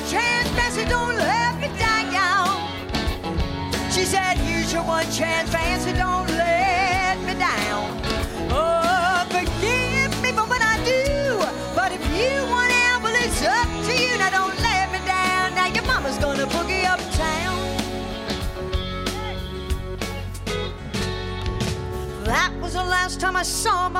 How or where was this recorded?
busy venue